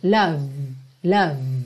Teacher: Então, olha, cuidado, vamos começar pelo final, o E final. Não é pronunciado. Então, primeiro cuidado que você tem que ter. Terminar no V.